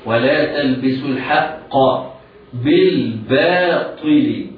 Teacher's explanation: الباء مرققة بعدها الطاء رغم أنها مكسورة مفخمة